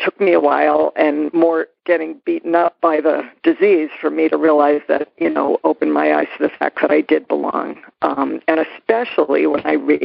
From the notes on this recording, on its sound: Noon Phone Speaker Meeting